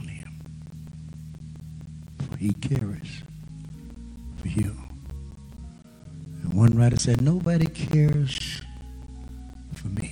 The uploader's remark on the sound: GAC Sunday Morning Service